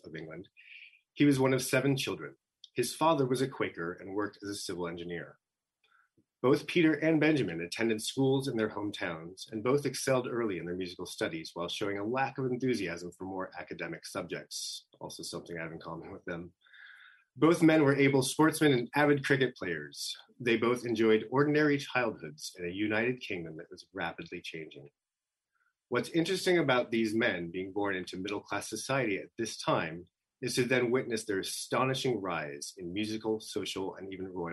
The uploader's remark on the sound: This program was recorded via video conference on June 29th, 2021 by the Commonwealth Club of California.